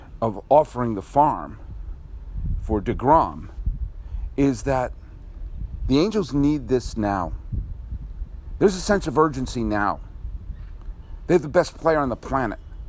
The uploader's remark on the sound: Recorded at Robinson Stadium at Pasadena City College.